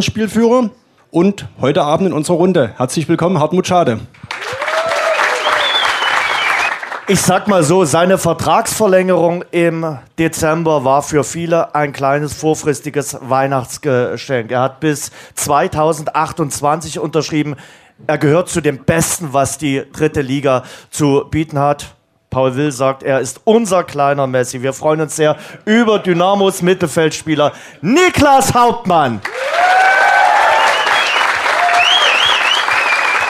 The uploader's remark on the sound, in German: Der Live-Talk aus dem Luisenhof. Hatten wir das Vergnügen, zum vierten Mal einen Livetalk mit Publikum zu veranstalten.